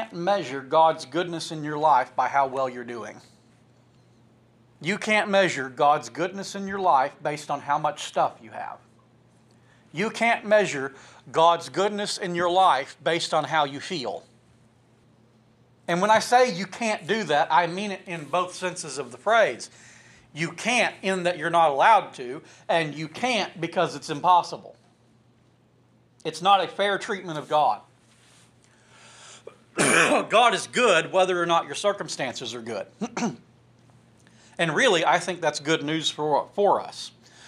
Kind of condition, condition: setting, large echoing room